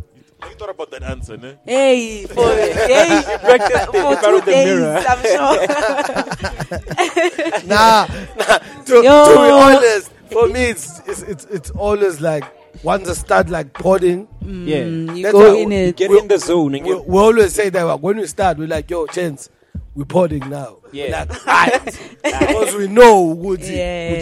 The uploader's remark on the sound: we found this recording that we made during The Kulcha Market in May 2022